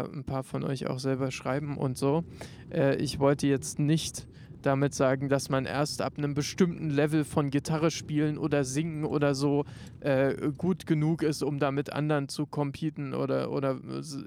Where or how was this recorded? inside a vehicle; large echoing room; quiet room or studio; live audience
inside a vehicle